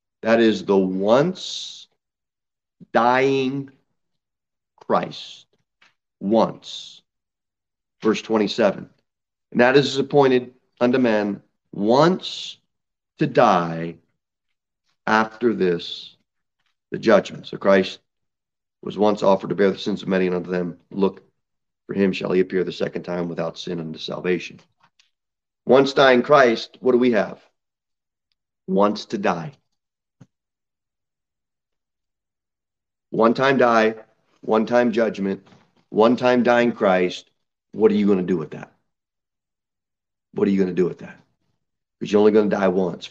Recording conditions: large echoing room